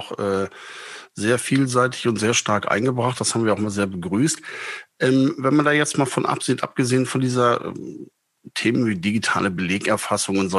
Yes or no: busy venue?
no